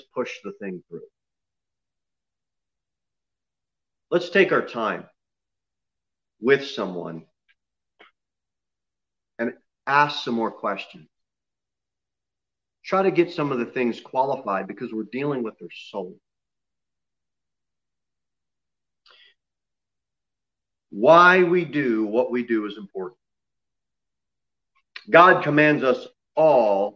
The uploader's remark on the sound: Sermon preached at Pilgrim Baptist Church on Sunday, February 28, 2021 at 6:15 pm. Jere Whitson Rd.